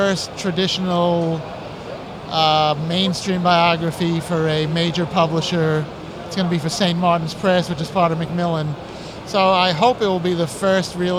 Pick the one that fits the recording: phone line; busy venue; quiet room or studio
busy venue